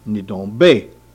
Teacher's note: instead of saying that final syllable, ba, in Old Town they say be, they say ni don be